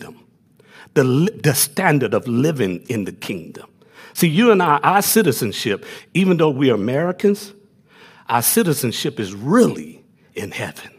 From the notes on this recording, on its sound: Delivered on 19 September 2021 at Grace Church of La Verne . Delivered on 19 September 2021 at Grace Church of La Verne .